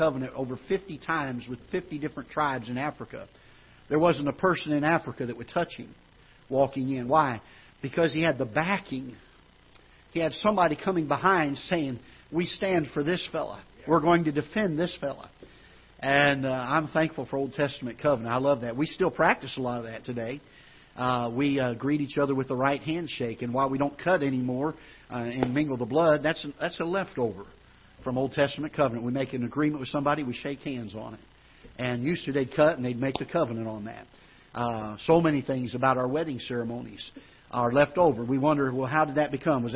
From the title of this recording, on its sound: Ketha Heights Baptist Church ~ Live Broadcast